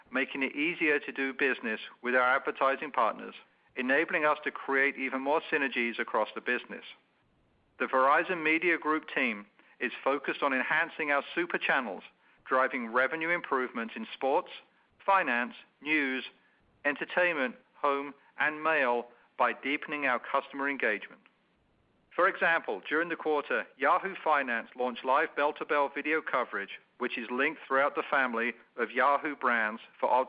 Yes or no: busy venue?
no